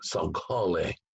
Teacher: Remember that G in Saghale is like the K in Tacoma. It's deep guttural. Not a G of soft G, but a deep guttural, Saghale.